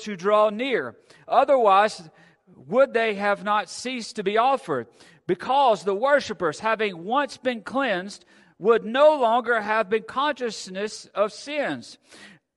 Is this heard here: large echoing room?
yes